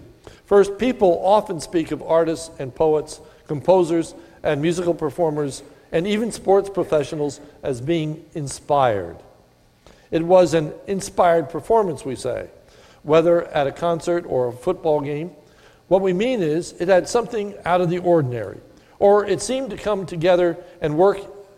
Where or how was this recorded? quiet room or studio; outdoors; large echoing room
large echoing room